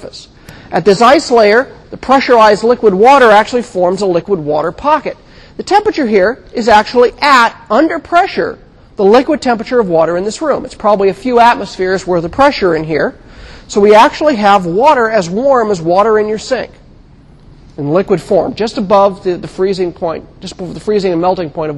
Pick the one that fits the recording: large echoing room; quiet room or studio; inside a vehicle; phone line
large echoing room